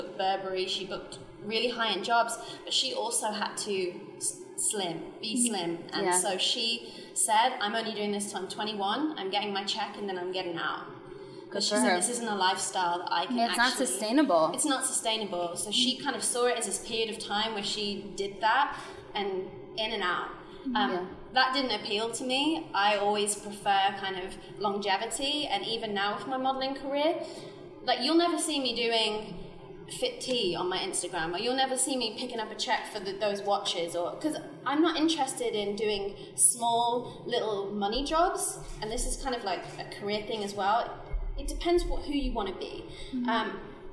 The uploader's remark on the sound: LIVE From The CF Clubhouse. Live in The CF Clubhouse in front of an audience of Style Gurus.